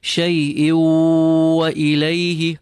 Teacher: The rule of idgham with ghunna, the tanween and the waw are assimilated, and the waw now we apply ghunna to, we pull it, we rest on it. Shay'u wa ilayhi wa, feel the pressure on your lips for the waw.